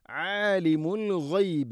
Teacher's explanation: غين തൊണ്ടയുടെ മുകൾ ഭാഗമാണ്. عالم العيب എന്ന് പറയരുത്.